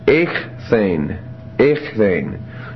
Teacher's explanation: the gamma has also changed to a chi just before the theta. So it becomes echthane.